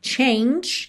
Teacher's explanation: Aqui a gente já juntou change, que tem esse sonzinho tch, tch, no final, com your